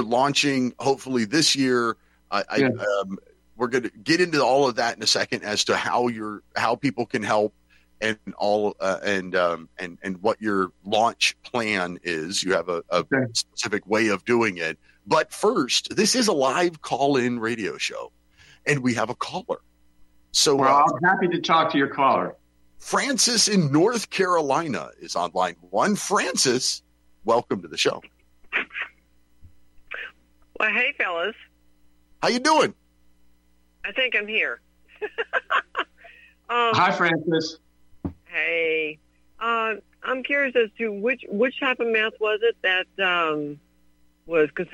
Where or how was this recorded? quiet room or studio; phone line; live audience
phone line